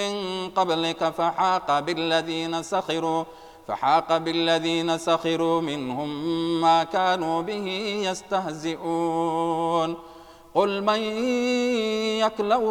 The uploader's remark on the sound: Audio Recorded at Ramadhan 2019, Northampton Mosque and Islamic Centre.